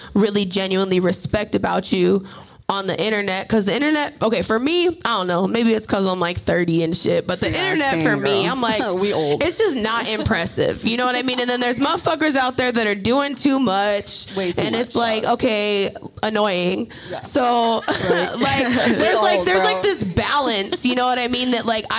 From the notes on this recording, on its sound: Recorded in front of a live studio audience at Harambe Cafe.